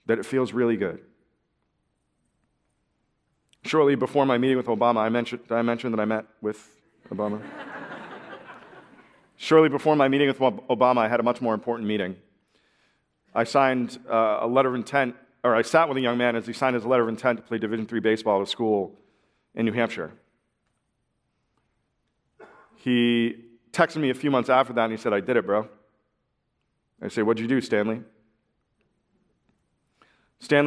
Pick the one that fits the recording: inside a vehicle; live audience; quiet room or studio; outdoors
live audience